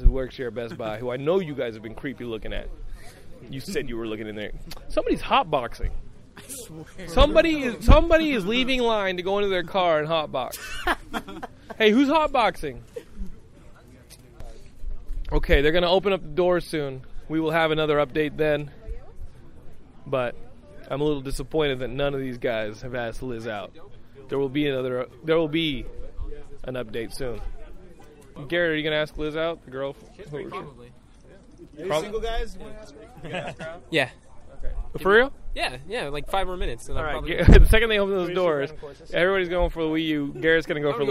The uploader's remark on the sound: This is my WiiU camp out audio diary! I camped out in front of a Los Angeles Best Buy with other Nintendo Die Hards.